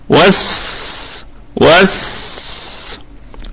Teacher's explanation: طبعا السين الأولى، طبعا هذا الحرف حرفين، حرف الحرف المشدد هو دائما عبارة عن حرفين، أوله ساكن والثاني متحرك، فنراعي صفة الصفير في السين الساكنة